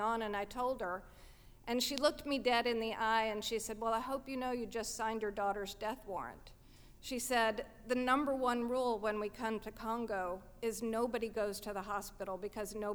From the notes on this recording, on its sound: At our 2015 live event, "Ladies Night,".